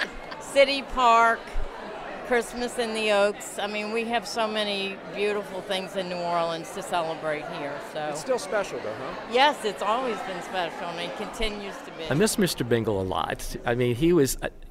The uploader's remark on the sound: On location at the Roosevelt Hotel Lobby in New Orleans for the holiday lighting ceremony. Champagne on trays and tourists mingling with locals celebrate a spectacle that goes back generations.